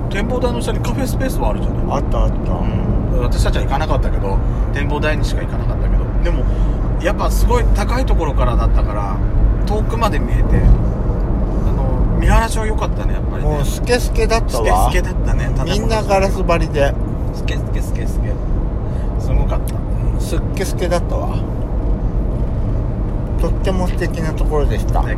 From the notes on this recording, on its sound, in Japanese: ドスドライブ収録 #ロードノイズゴメンね。遠征レポート秋田。道の駅巡り。